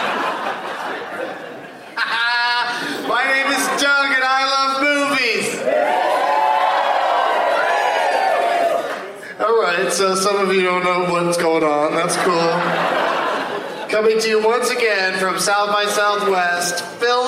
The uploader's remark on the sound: Live from SXSW in Austin TX